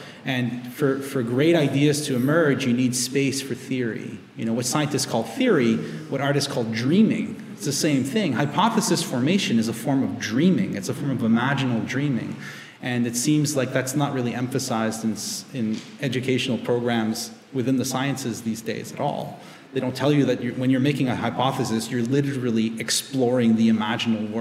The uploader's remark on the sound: Live in Lily Dale. They also had the honour of launching the symposium with a live recording held on the evening of the July 27th.